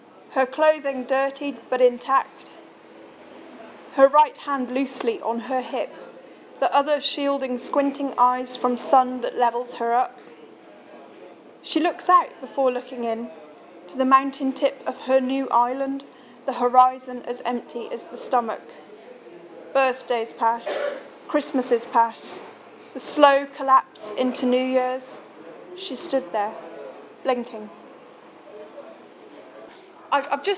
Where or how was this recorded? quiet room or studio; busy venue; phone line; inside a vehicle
busy venue